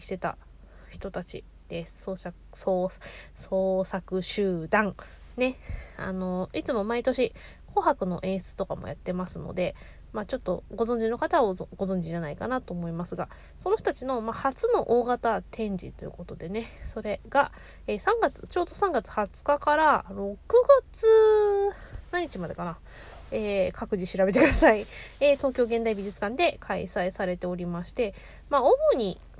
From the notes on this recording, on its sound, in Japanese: 仕事帰りの帰宅前…車の中から脳みそダダ漏れでお喋りしております